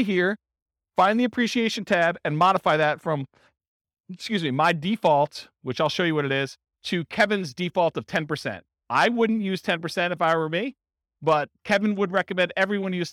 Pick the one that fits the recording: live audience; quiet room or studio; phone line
live audience